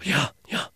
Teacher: They'll breathe in while saying yes · Term: ingressive yes